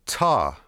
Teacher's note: if we say ta with the T articulation at the front, that means it's closed at the front and open at the back